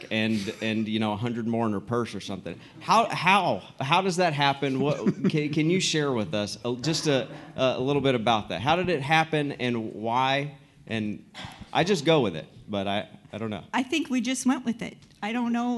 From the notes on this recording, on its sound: Host this episode in front of a live "studio" audience, where they interview attendees of the annual Master Management Conference hosted by White Commercial Corporation.